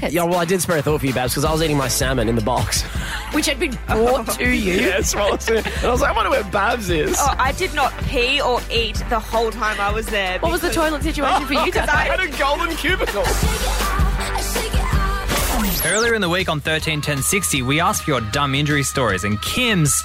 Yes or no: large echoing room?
no